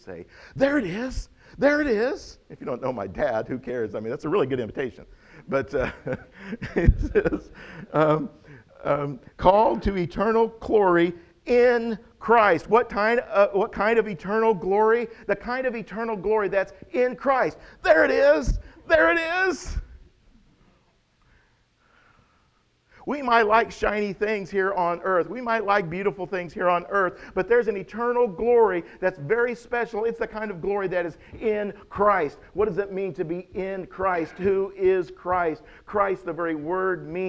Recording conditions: large echoing room